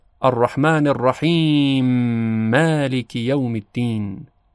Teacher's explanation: و شیوه سوم ادغام هست که میم کلمه رحیم در میم کلمه مالک ادغام میشه و در واقع میم کلمه مالک مشدد تلفظ میشه